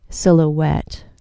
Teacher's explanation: The first syllable of silhouette has a short I sound, and the last syllable sounds like wet.